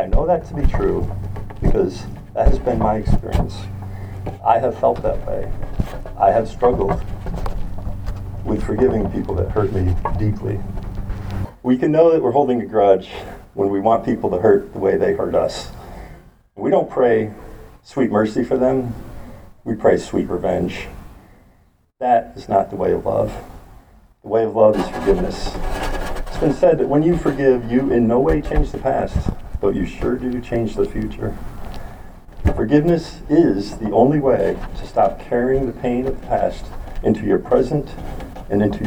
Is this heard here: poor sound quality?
yes